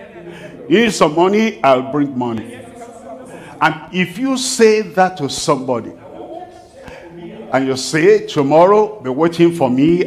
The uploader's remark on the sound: live from Accra, Ghana